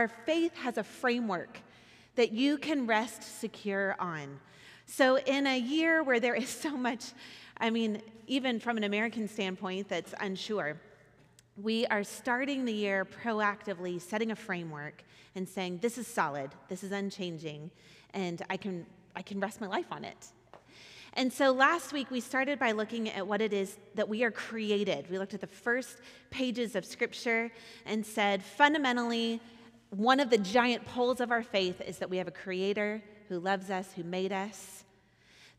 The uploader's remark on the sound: Recorded at our Sunday gathering on January 14th, 2024 in Port Orchard, WA